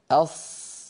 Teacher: فصوت الصاد لها صوت معين أص لأنها مفخمة مستعلية مطبقة